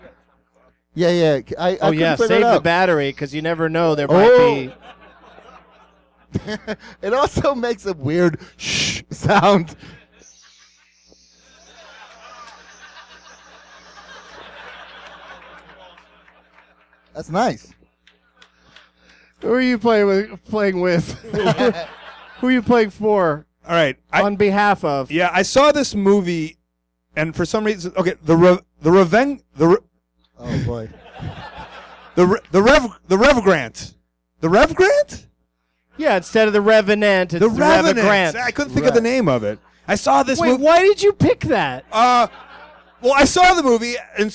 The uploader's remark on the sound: Live from Zanies Comedy Club in Rosemont, IL.